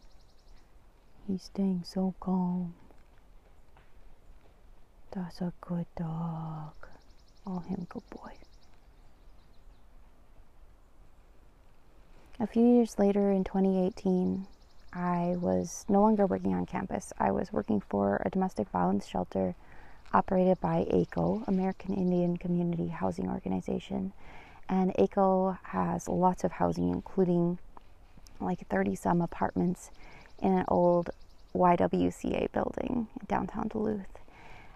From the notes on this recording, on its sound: This episode was recorded outside, because it was too beautiful out not to - and this was so much nicer than recording in my cold car during the winter.